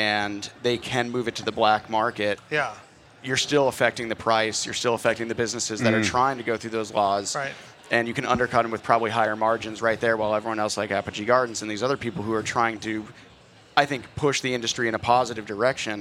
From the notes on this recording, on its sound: Recorded at MJBizCon 2023